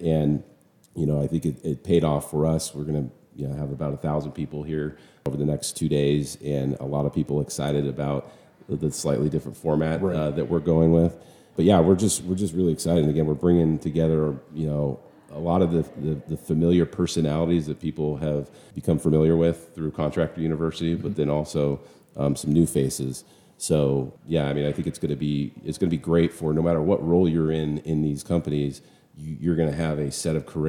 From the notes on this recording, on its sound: live from Caesar's Palace in Las Vegas